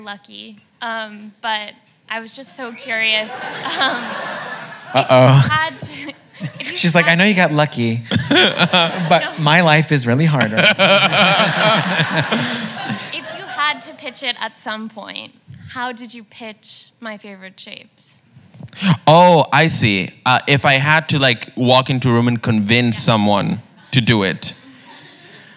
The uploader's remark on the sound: The conversation was recorded on August 1, 2019 in front of a live audience at New York's 92nd Street Y.